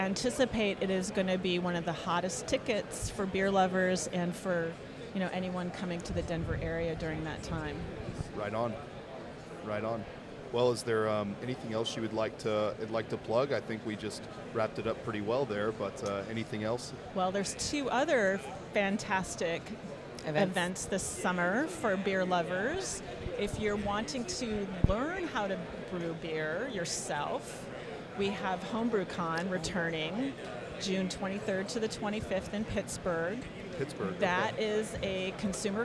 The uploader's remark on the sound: We're LIVE from the tradeshow floor at Craft Brewers Conference 2022 in Minneapolis!